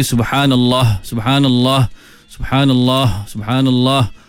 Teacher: kalau kita tidak tekan sikit pada makhraj, ha ini pangkal kerongkong, dia boleh jadi hilang · Term: sifat khafa